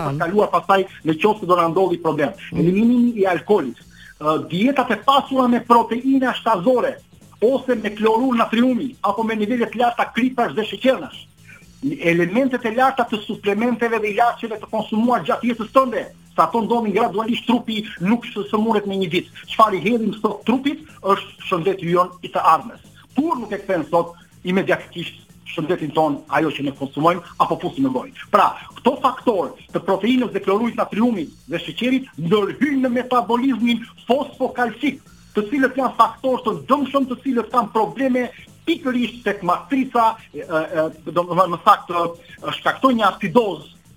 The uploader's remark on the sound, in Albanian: Në një lidhje telefonike nga Suedia për “Live From Tirana”